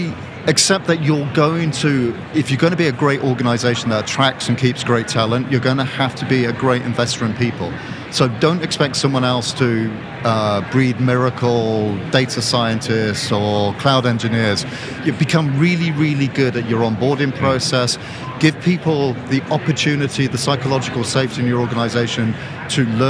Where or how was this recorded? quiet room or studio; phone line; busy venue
busy venue